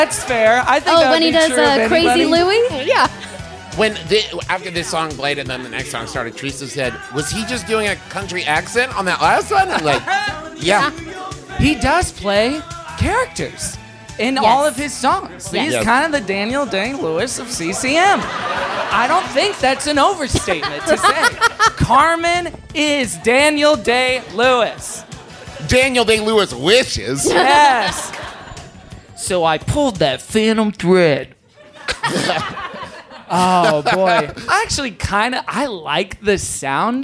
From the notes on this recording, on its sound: LIVE in Newport Kentucky at the Falcon Theater!